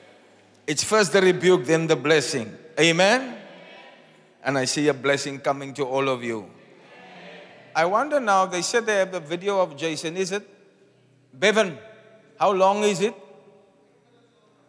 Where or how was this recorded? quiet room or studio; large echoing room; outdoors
large echoing room